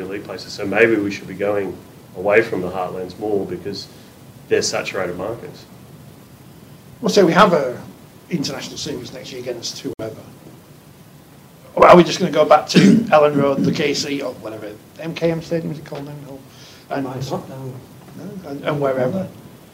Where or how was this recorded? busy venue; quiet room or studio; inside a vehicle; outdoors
busy venue